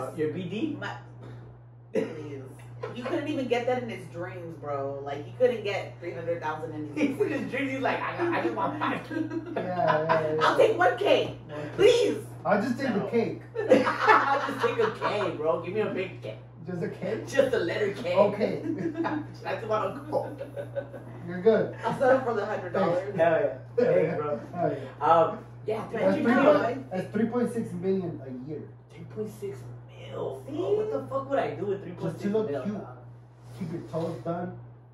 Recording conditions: poor sound quality